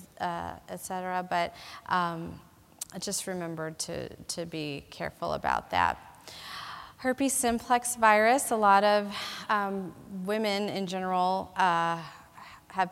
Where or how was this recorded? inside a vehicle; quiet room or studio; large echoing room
large echoing room